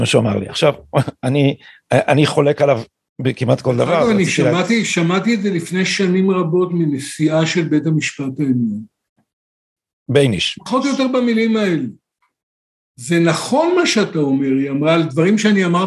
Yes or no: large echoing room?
no